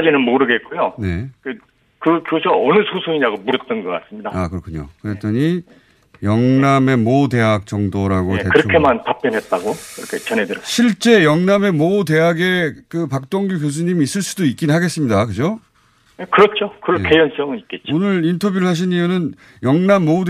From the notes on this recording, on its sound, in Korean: 전화연결